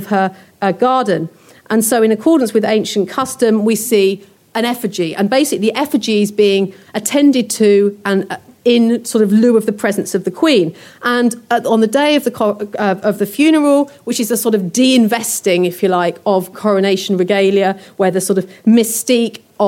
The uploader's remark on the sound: A lecture recorded on our recent Tudors Day.